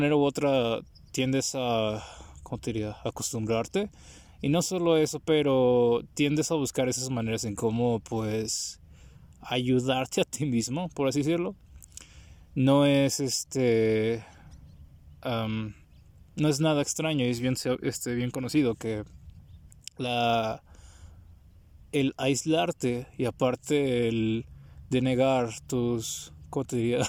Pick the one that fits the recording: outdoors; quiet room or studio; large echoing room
outdoors